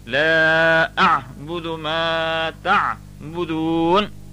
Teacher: So there is some emphasis on that la.